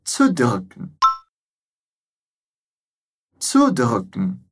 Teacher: a gente fala primeiro o som de U normal, tsu, e depois o som do U umlaut, U, que é para a gente fazer esse biquinho